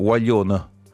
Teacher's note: schwa, che sarebbe tipo quella specie di e finale che c'è in napoletano